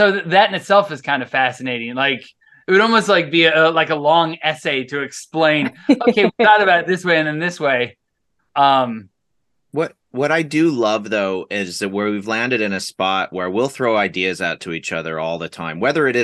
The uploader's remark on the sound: We recently had the chance to sit down over Zoom